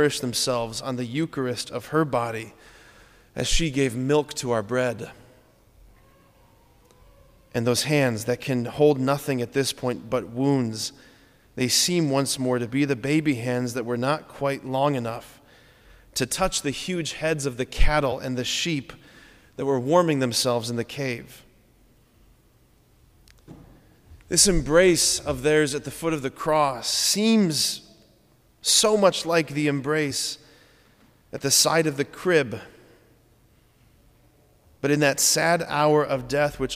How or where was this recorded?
large echoing room